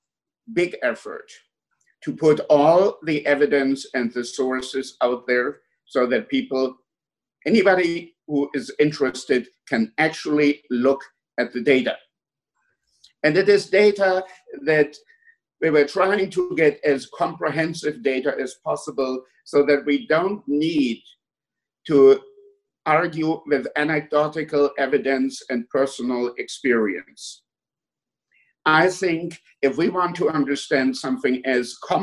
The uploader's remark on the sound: A public debate hosted via Zoom by the Soho Forum on Monday, June 1, 2020. The Soho Forum typically hosts Oxford-style debates, in which a live audience votes before and after the event. Because this debate took place over Zoom, we did things a little differently.